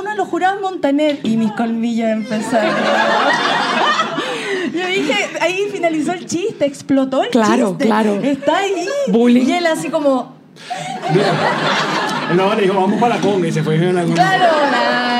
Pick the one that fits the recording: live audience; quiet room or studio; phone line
live audience